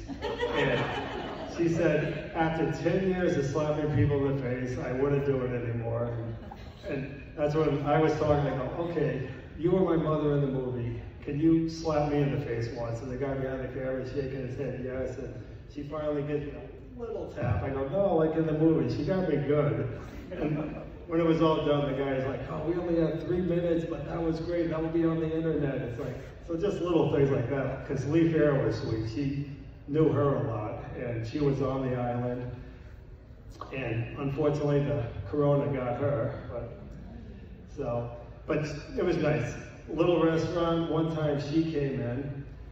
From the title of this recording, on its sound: Days of the Dead Indianapolis, July 16, 2021